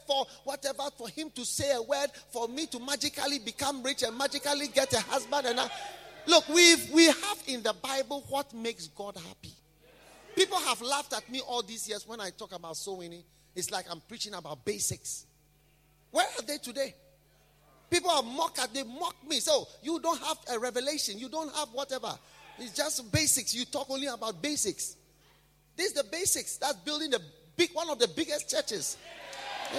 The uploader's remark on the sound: Preached at a BENMP service in London, UK